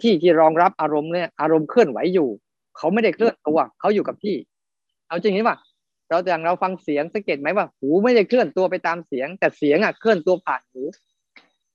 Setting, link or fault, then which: link, video call